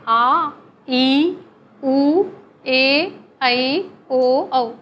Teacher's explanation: ये जितने दीर्घ स्वर हैं इनकी दो मात्राएं हैं